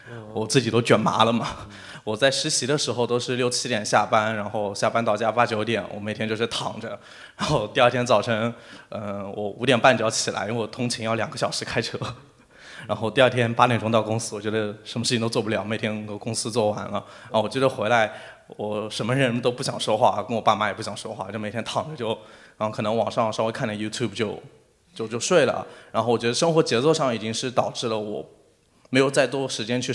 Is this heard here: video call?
no